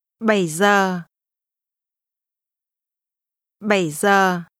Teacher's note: 7 is pronounced with a falling, rising tone.